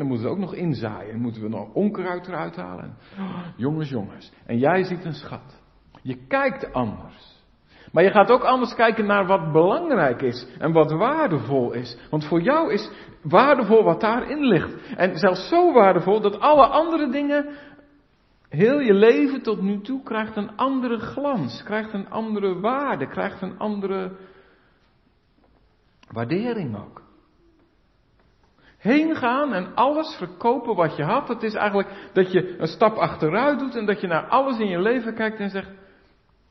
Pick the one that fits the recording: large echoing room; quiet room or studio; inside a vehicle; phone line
large echoing room